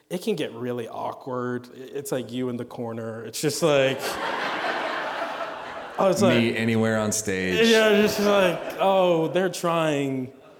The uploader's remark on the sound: We get a chance to hear from a speaker for about 45 minutes before spending about 45 minutes in a Q&A.